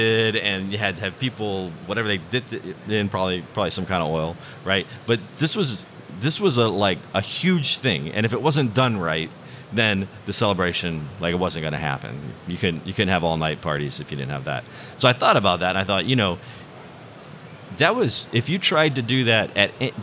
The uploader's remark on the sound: Live from OTC Houston 2023. Recorded straight from the OGGN podcast pavillion at the 2023 Offshore Technology Conference.